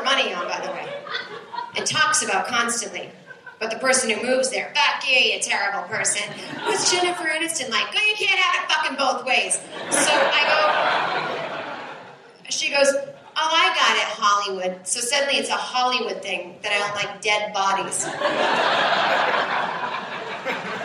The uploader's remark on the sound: This is the second hour of the long-ass stand-up show that was recorded at the Bellhouse in Brooklyn September 2014.